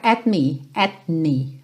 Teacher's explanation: esse T não vai aparecer muito porque você já vai fechar os lábios pro M